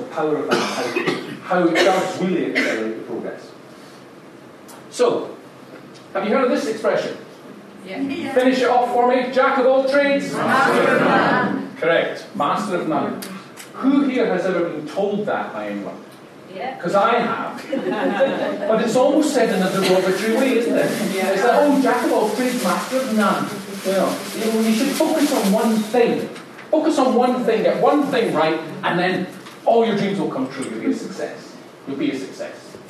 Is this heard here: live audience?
yes